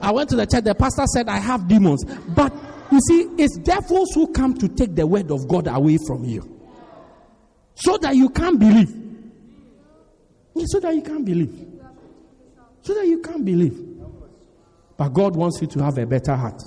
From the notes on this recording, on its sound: Preached At Strong Christian Church-Durban, South Africa